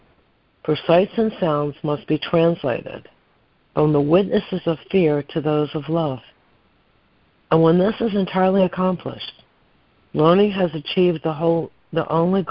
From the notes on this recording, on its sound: ACIM Daily Conference Call